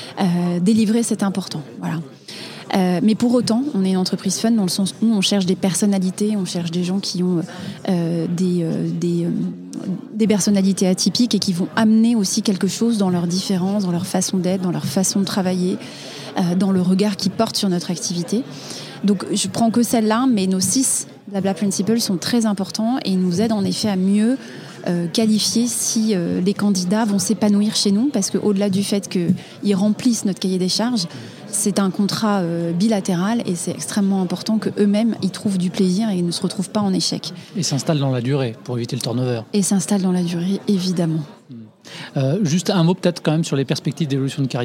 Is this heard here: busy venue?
yes